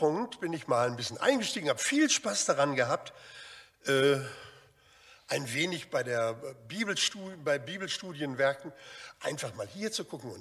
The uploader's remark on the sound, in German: Aufzeichnung der Predigt des Gottesdienstes